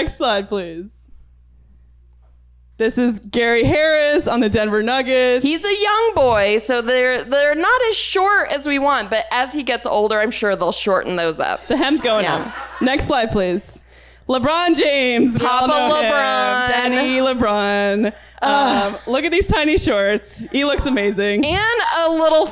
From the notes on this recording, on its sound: Recorded live at the Pack Theater.